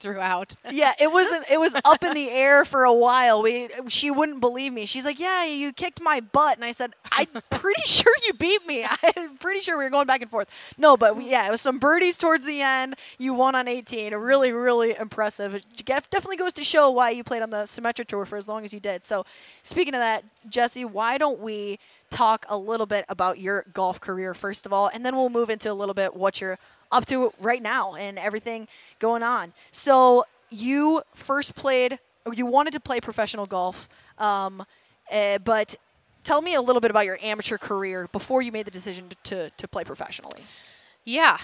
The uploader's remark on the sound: live from the Minnesota Golf Show!